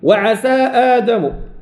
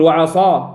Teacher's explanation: عسى السين والصاد، فخمت السين أصبحت صادا وتغيرت الكلمة وتغير المعنى